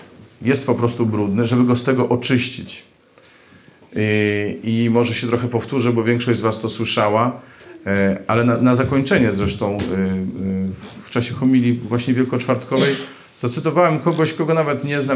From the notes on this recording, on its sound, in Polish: Tym razem nagranie pochodzi z eucharystii, sprawowanej dziś w Bojanie.